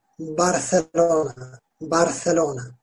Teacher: İspanyollar B harfini telaffuz ederken bizim kadar dudaklarını birleştirmiyorlar. Yani daha çok B, Barcelona, Barcelona diye çıkartıyorlar.